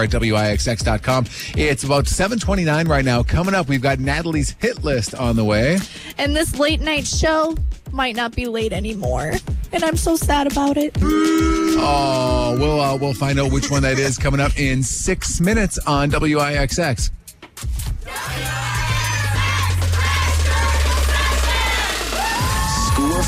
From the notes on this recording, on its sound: LIVE from Give Big Green Bay at JTV!